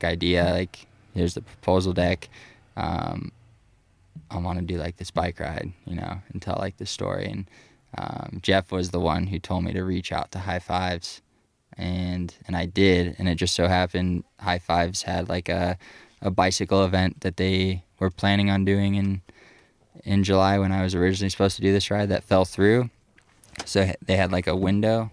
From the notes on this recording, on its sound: Recorded on Donner Summit at the site of the event. Interview recording on old Highway 40 on Donner Summit.